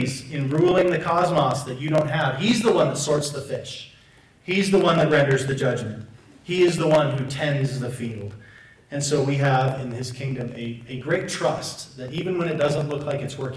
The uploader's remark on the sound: Apologies for the poor audio quality.